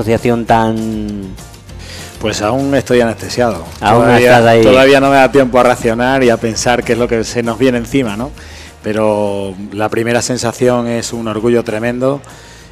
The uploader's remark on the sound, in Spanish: El patio del Parador de Jarandilla de la Vera fue el escenario de este programa de radio-podcast en directo